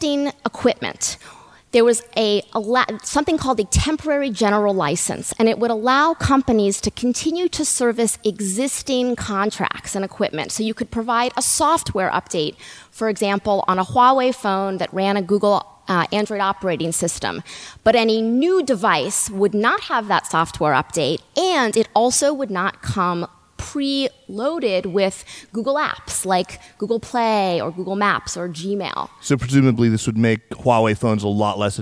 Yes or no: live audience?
yes